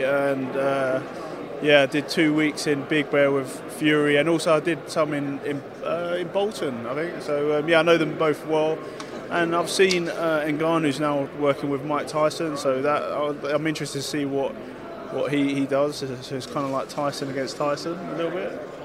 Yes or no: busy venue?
yes